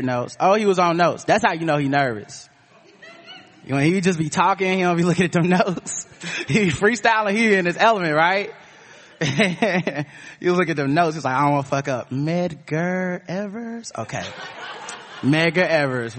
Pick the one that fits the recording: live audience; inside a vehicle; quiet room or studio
live audience